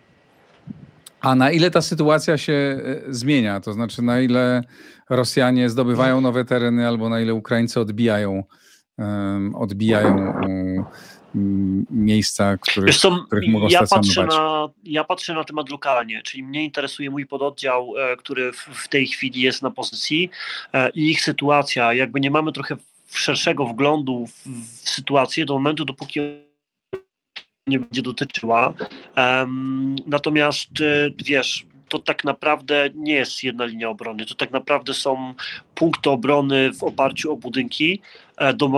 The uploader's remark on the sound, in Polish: Nagranie z pierwszej linii frontu.